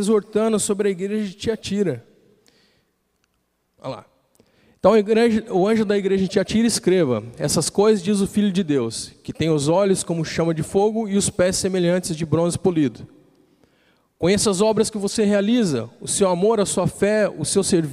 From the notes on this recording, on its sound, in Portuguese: Culto Terça Vida, dia 16/06/2020 na Igreja ABA Blumenau (Transmitido ao vivo).